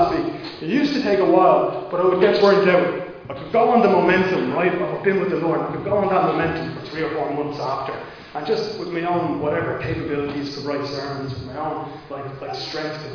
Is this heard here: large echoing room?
yes